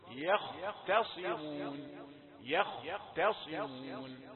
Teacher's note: يا رقيقة ثم خاء مفخمة يخ تاء رقيقة ثم صاد مفخمة. هي مفخمة وإن كانت في آخر درجات التفخيم صاد مكسورة.